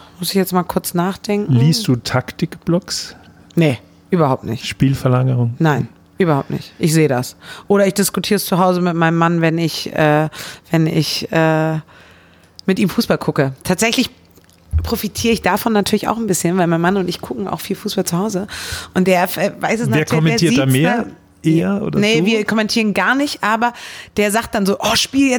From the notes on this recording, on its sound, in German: turi2 hat den Podcast Anfang März in der Fußballkneipe Lotta in Köln aufgezeichnet.